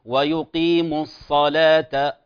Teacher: الصاد إخواني الكرام هو حرف مفخم لا شك، لكن لا علاقة للشفتين به، فلا نقول الصا ويقيم الصا، فهذا يصبح كأنه إشمام ولا يوجد في ذلك إشمام، فنقول ويقيم الصلاة، نفخم ولا علاقة لشفتين.